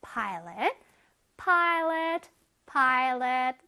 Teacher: 그냥 파일럿이 아니라 pilot. pi 부분 강세 들어가죠?